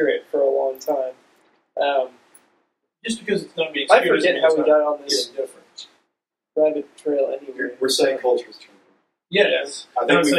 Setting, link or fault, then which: fault, poor sound quality